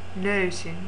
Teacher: Second vowel, high, front, rounded. · Term: Diphthongs